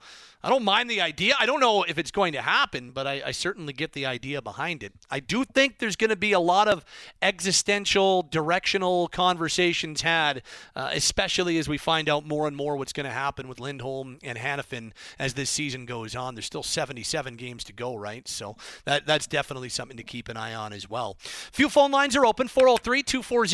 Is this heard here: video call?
no